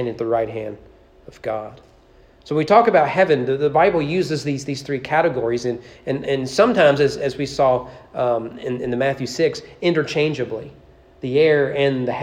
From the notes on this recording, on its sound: Sermon preached at East Frankfort Baptist Church on April 23, 2023 during evening worship